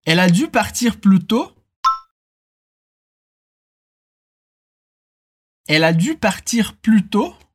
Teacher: fais attention à l'intonation qui monte, car il s'agit d'une question cette fois-ci